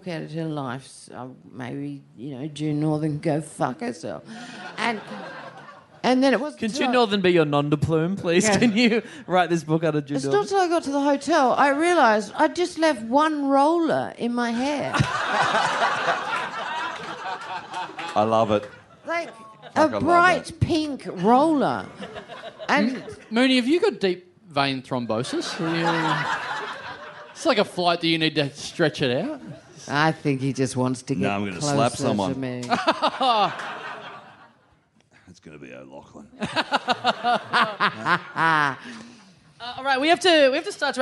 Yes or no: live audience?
yes